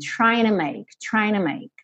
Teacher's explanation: apagou esse T do to e ligou direto no N